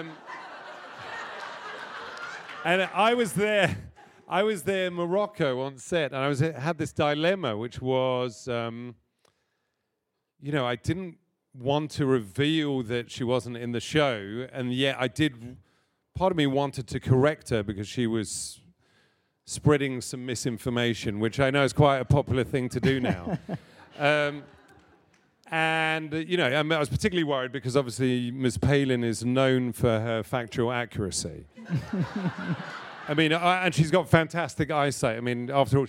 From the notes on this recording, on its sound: This episode was recorded in front live audience as part of the SAG Conversations series at the SAG-Aftra Foundation in Los Angeles.